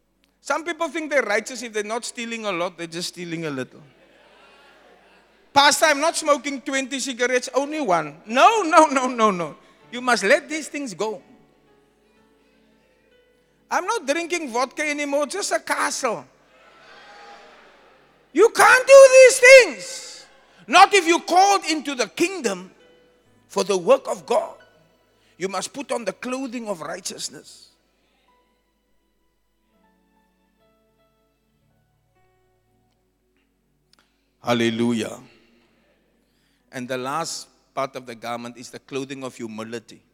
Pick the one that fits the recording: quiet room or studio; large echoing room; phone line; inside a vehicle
large echoing room